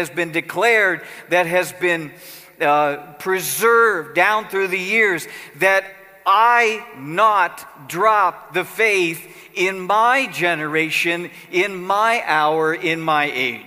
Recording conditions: large echoing room